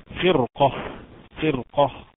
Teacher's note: راء ساكنه وقبلها حرف الفاء مكسور ولكن بعدها حرف قاف مستعلي مفخم مفتوح في نفس الكلمه اذا تفخم الراء قولا واحدا.